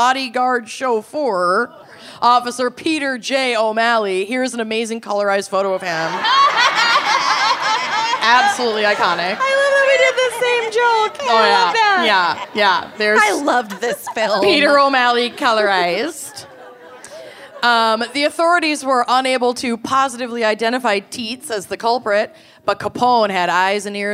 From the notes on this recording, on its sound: (Chicago LIVE!). Live from Chicago.